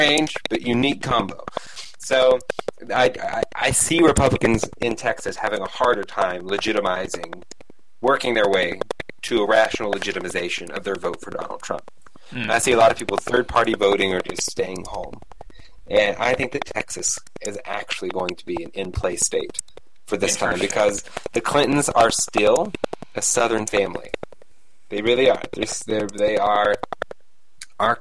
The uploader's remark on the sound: Once again messed up during recording and did not notice a problematic audio flaw in the recording that is resent in the majority of the episode (a constant popping sound).